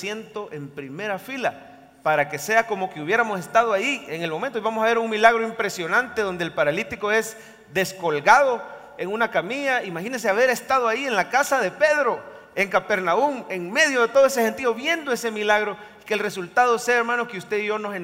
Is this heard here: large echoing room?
yes